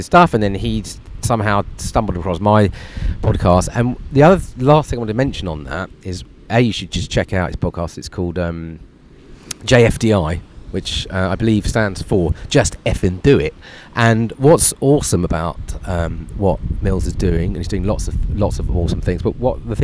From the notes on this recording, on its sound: Live from a beach in Nicaragua